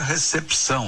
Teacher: Esse P de pato, diferentemente do que a gente diz no dia a dia, não é mudo, ele é lido, ele é pronunciado.